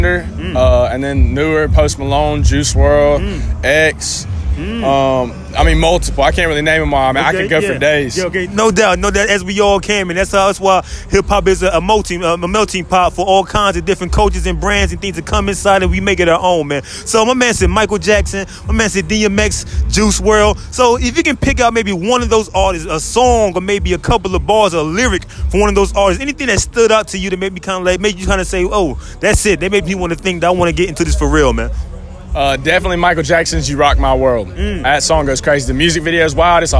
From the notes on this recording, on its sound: rocks on top of the speakers at the Out Da Mud Festival.